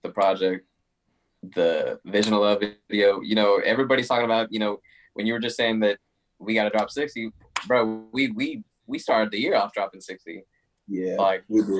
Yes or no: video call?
yes